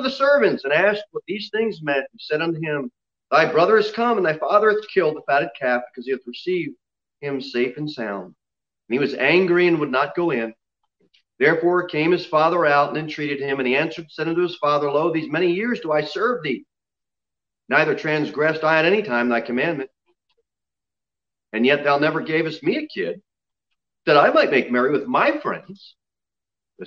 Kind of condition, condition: setting, large echoing room